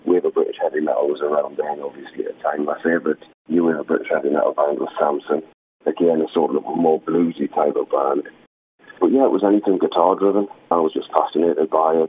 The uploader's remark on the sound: This interview was recorded by phone.